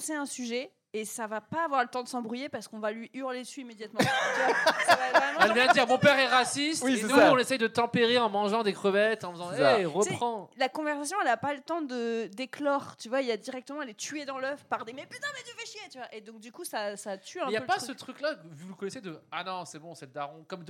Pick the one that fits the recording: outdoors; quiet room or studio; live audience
live audience